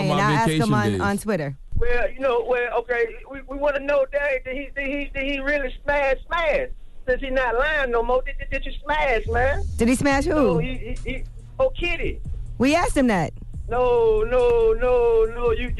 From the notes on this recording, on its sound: Today on the show we opened up the phone lines